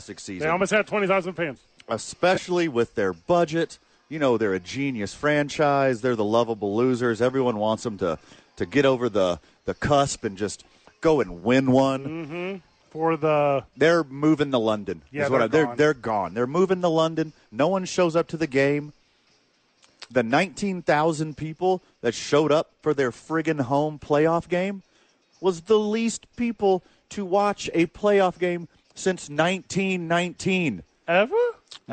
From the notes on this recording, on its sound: live from ABQ AXE